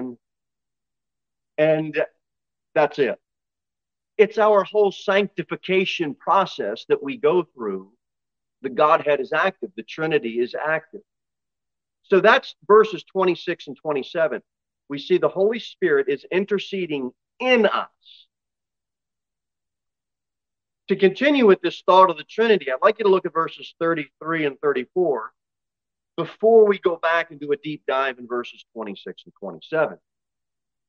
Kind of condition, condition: setting, large echoing room